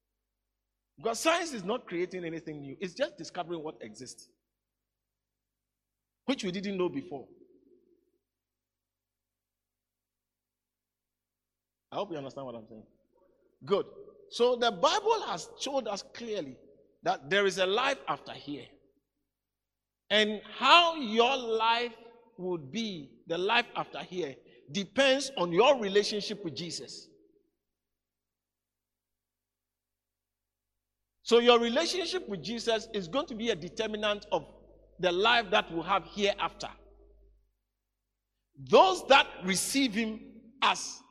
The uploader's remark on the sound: today's message preached at the Living Waters Cathedral